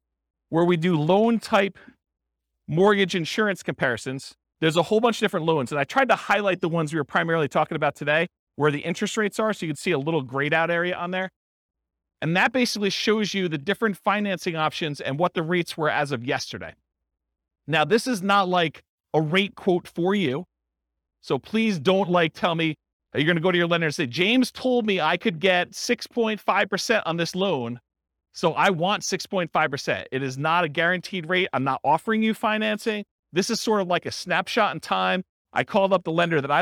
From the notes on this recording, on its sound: This was a live class recorded